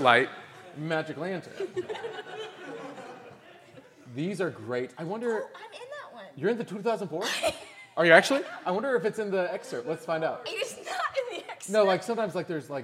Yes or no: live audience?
yes